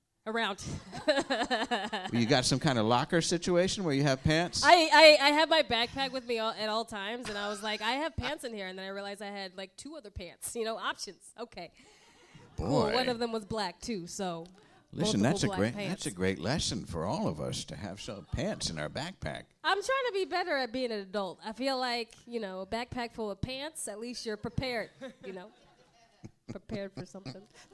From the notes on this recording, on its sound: Recorded live at the Slipper Room in New York City.